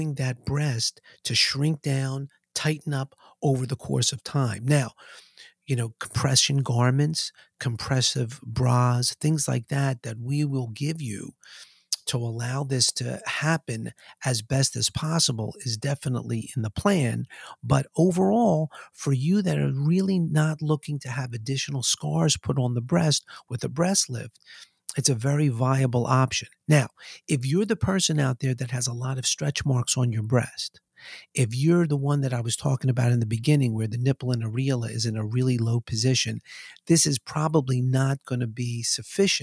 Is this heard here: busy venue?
no